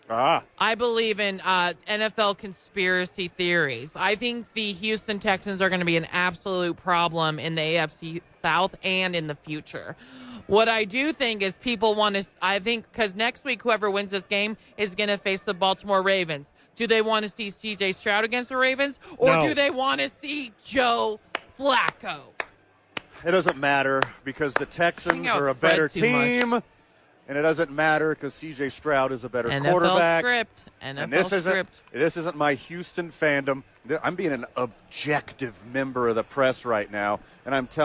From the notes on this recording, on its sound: live at Rio Rancho Event Center!